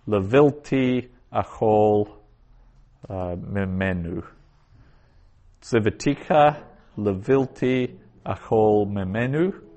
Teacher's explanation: that second vowel is a short O instead of a long A. It's a closed, unaccented syllable.